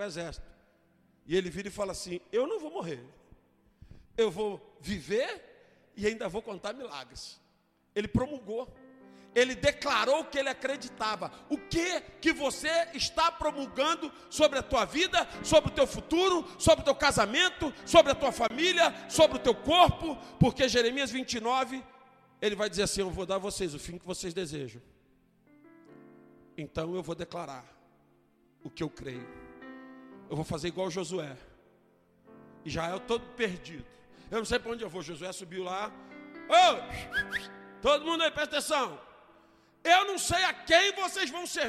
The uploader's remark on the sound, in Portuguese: Ao Vivo na Casa de Louvor